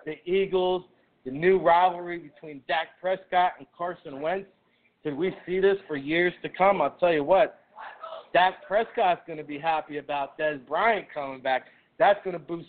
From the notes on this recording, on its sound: LIVE From Miami Mike's -East Hanover, NJ. Takes your questions via the chat room, social media or phone call. LIVE from Miami Mike's Sports Zone in East Hanover, the No.1 Sports Bar in the world according to NFL Draft Bible!